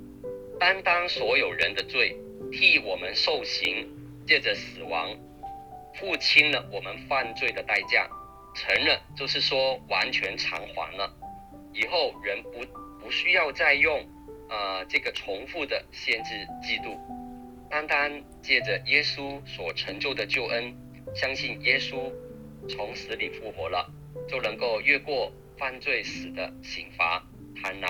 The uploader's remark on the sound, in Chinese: 近期錄音事工為配合疫情，錄音者全程皆配戴口罩。收音皆有些微影響。本週因應國定假日為電話錄製。